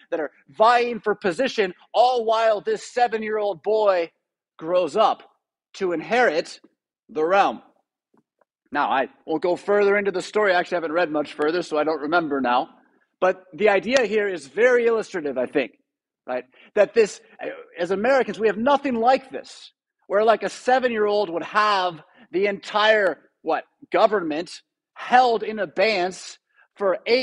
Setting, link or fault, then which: setting, large echoing room